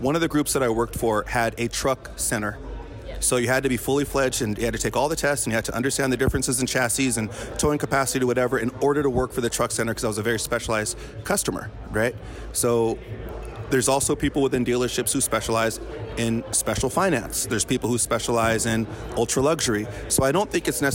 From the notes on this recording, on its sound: This episode was recorded on-site during Used Car Week 2023